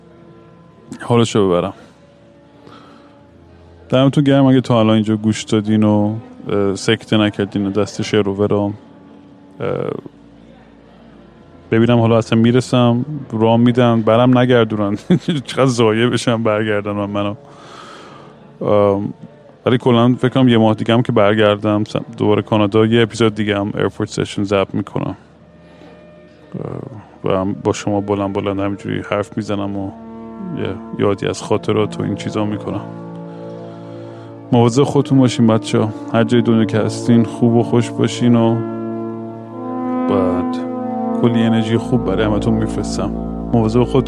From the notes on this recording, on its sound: Once again I am at an airport rambling nonsense into the microphone. Airport Sessions.